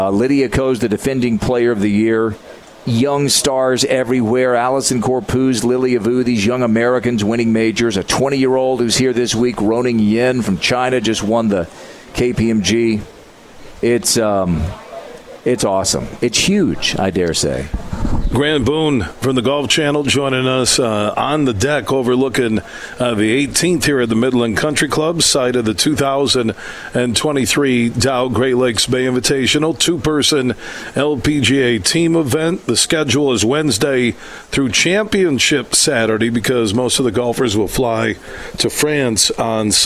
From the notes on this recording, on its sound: Broadcasting live from the Midland Country Club as the Dow Great Lakes Bay Invitational two-person event takes place this week.